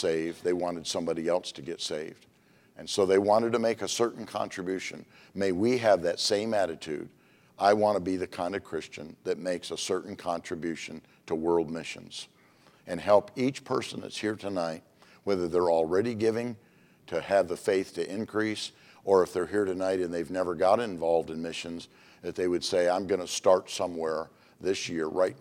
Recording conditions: large echoing room